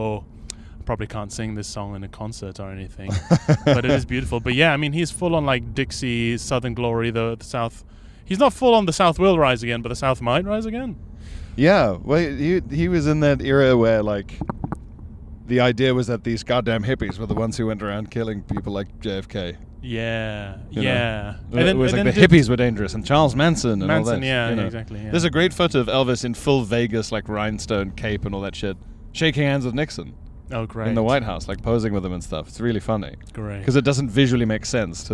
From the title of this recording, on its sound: CarPod!